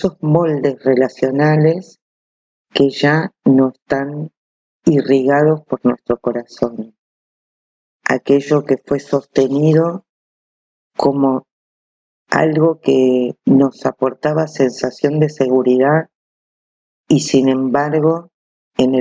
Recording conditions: poor sound quality